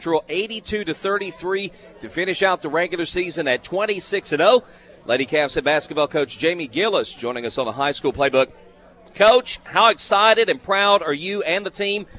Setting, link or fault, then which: setting, busy venue